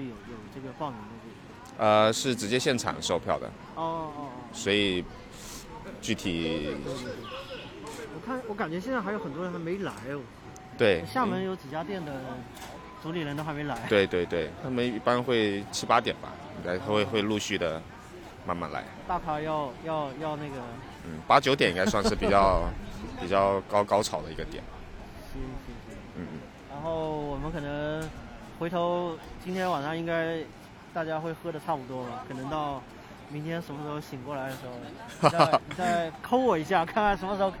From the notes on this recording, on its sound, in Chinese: 本节目是我参加第六届厦门精酿年会的纪实。可以听到一些现场随机的采访。